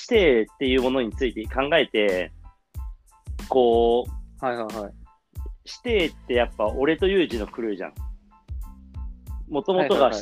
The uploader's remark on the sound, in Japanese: リモート収録。